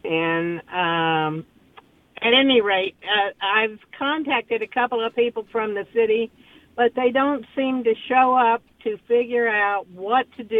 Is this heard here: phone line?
yes